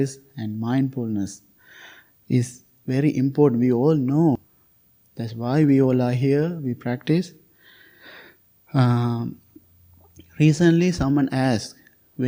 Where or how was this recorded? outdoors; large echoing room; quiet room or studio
large echoing room